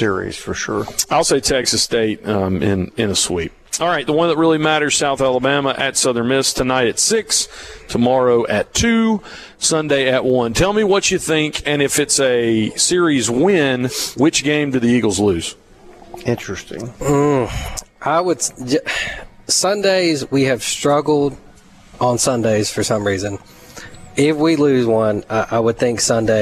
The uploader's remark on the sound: Broadcasting From Woolwine Ford Lincoln In Collins For The 2023 Okatoma Festival This Weekend